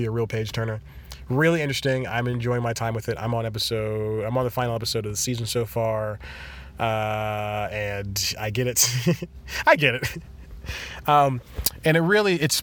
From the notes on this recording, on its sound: In another weird place (physically) again as he records this episode in his car.